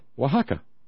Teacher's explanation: So Huaxacac, because they couldn't pronounce the sh diphthong, became Oaxaca, and they just dropped the last k sound at the end. Oaxacac, Oaxaca.